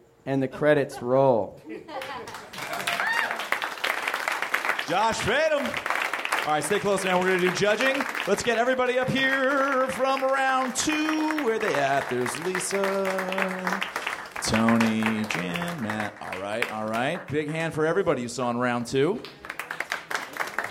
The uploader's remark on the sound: Recorded at Nerdmelt Theater, Oct 16 2013.